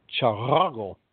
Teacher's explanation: its chief peculiarity is a rolling R, which takes the place of the L of the other dialects.